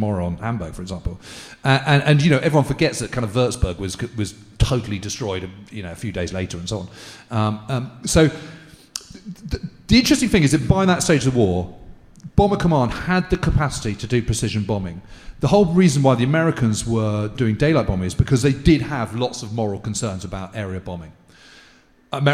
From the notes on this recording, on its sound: We Have Ways Live from Edinburgh.